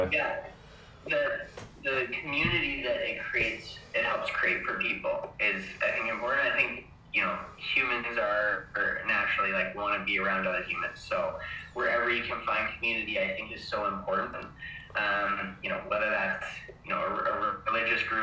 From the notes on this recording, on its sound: recording was hard to do